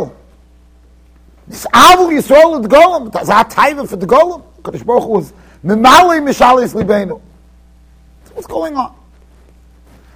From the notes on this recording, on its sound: Shiur recorded in Yeshivas Ohr Reuven, Monsey NY.